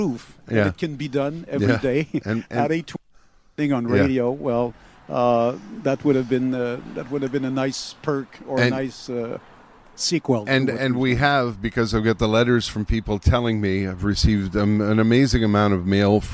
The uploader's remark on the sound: live from outside the CHOM window